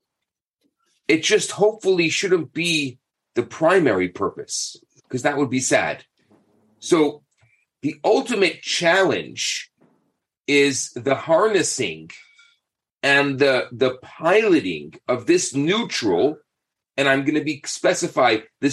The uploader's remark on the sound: Thursday Morning Class. On ZOOM.